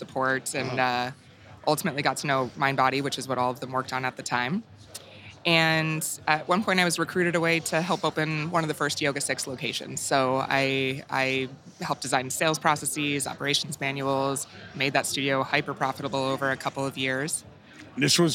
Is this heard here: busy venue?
yes